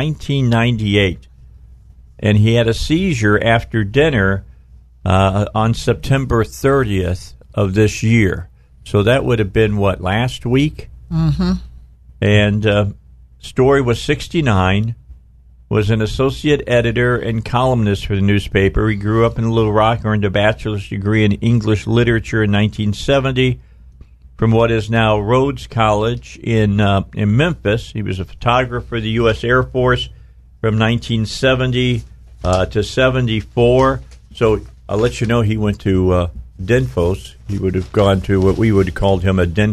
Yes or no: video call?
no